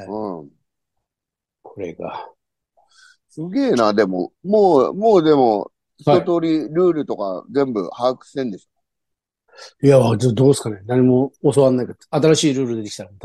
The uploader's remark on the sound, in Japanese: ZOOMで収録